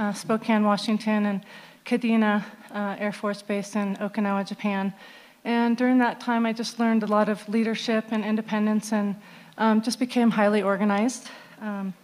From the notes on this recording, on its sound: KBUT was on hand to broadcast and record the Crested Butte News Candidates Forum held on Sunday, October 22, 2017.